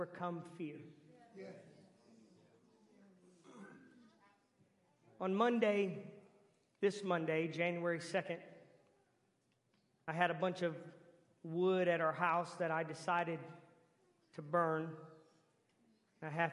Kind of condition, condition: setting, large echoing room